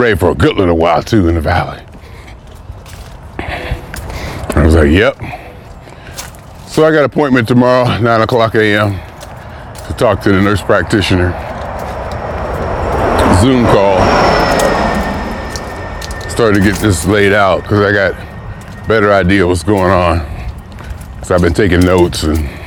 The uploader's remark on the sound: Me Walking Talking